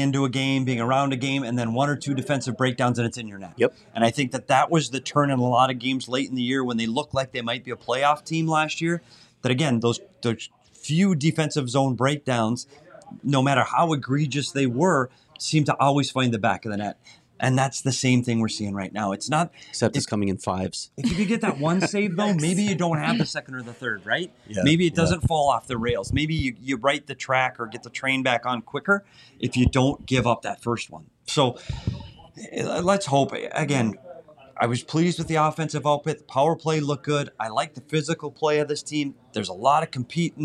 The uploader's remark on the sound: broke it all down after the game live from Gila River Arena